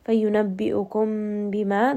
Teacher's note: Fayunabbi'ukum bima, this is a two count med